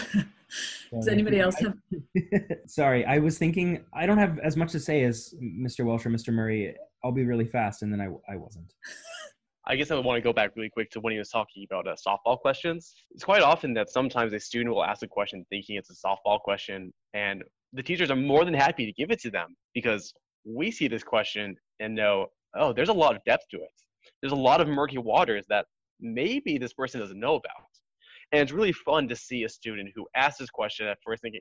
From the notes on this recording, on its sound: Recorded via Zoom!